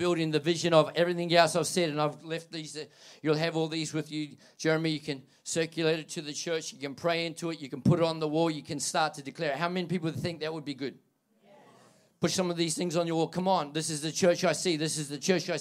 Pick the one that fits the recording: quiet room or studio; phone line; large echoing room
large echoing room